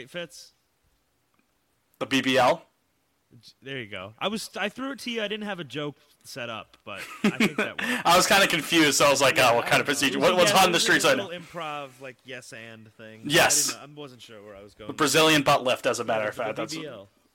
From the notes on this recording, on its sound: It's kind of a crappy sounding episode (sorry about that, idk what happened during recording).